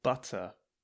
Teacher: In the word butter, for example, butter, Americans would probably pronounce the T a little bit more like a D. But in English, British English, we would say butter. · Term: T sound